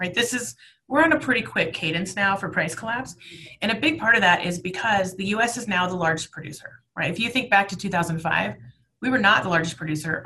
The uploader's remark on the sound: This episode was originally recorded as a webinar. Webinar originally recorded on May 20, 2020.